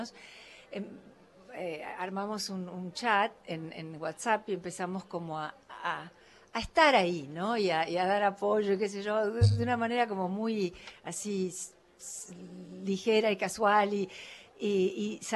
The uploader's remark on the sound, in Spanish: Primer programa en vivo desde la Feria del libro. Ante la emoción del equipo y el público.